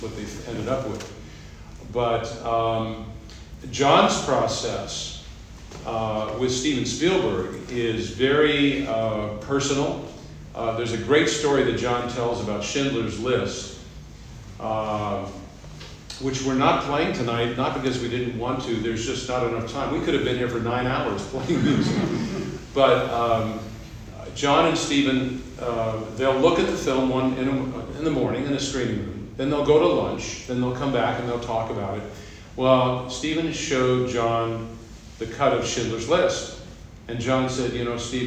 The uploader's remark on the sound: The audio was recorded by the NCH. There are also insightful questions from the audience.